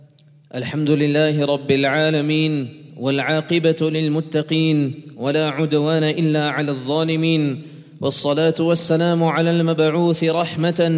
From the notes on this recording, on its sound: at The Houghton Masjid (West Street)